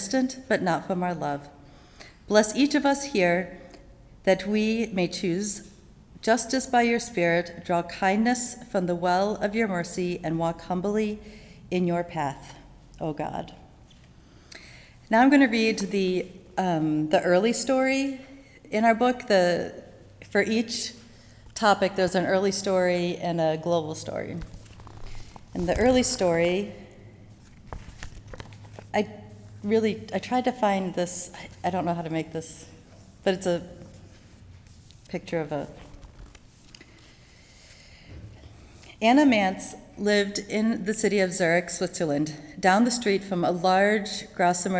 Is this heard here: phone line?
no